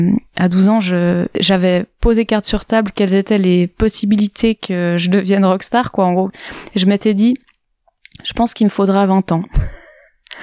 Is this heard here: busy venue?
no